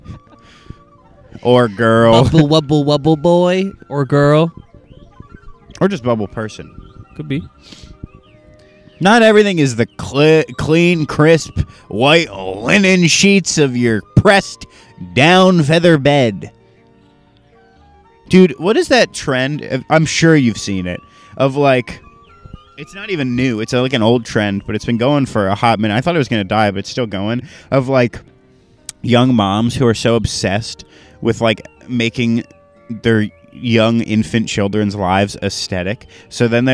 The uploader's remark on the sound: outside enjoying nature in the early hours of the morn!